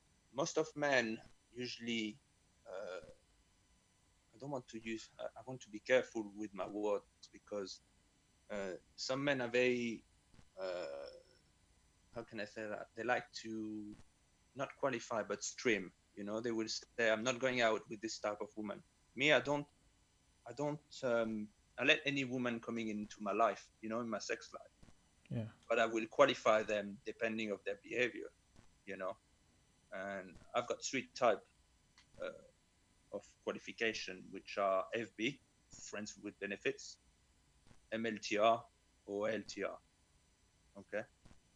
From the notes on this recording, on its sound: We are practicing social distancing and recording this podcast remotely - please accept our apologies for the occasional dips in sound quality.